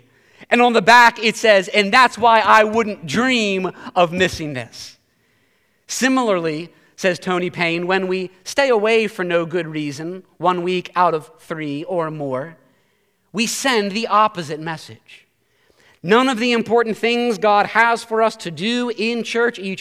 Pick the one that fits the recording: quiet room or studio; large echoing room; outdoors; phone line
large echoing room